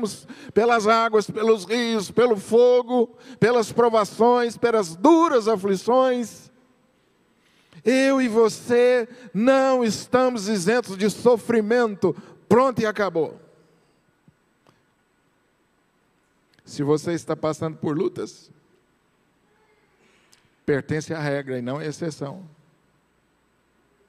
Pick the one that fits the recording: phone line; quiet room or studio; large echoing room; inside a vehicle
large echoing room